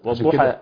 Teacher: انا صليت ورا امام قريبا يعني كان في سوره الضحى، فقرا هكذا مذكره جيده يعني، والضحى كانه جت همزه قطع الصوت. يعني طول في المد وقطع الصوت كانها همزه